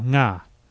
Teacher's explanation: In English, you'll never get the NG sound at the start of a word, but it happens all the time in Na'vi.